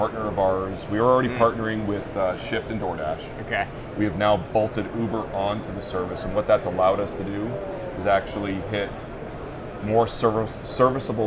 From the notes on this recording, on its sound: Live From NRF 2024